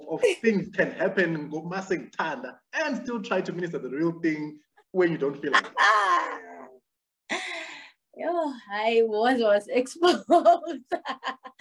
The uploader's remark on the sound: The series is webcast via Zoom